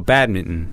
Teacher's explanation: Yeah, the T is really, really soft there. Yeah. I feel like it's almost just gone, badminton.